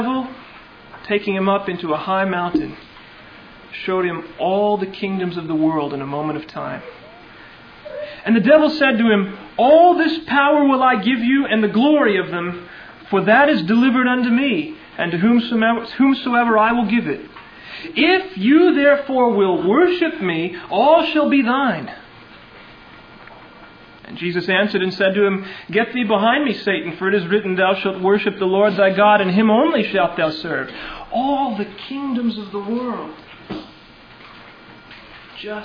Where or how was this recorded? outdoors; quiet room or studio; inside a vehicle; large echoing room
large echoing room